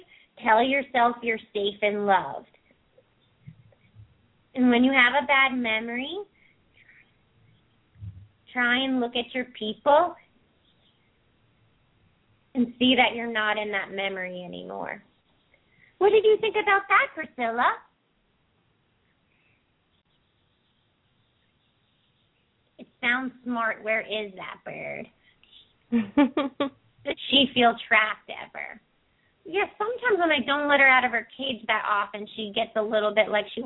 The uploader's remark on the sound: open up the lines for listeners to call